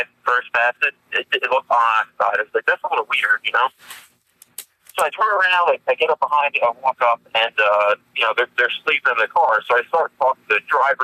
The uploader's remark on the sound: takes a call and answers questions live